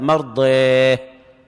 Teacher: يميل الألف ويقلب التاء هاء، وهذا عند الوقف.